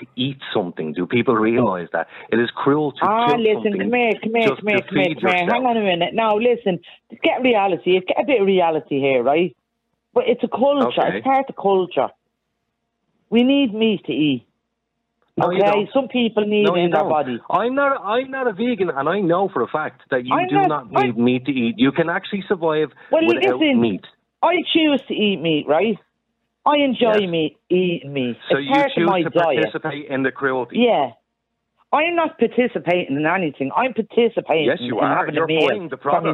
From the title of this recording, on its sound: Callers ONly